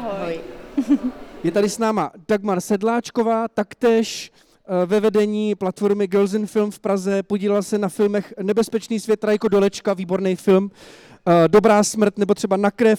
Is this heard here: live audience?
yes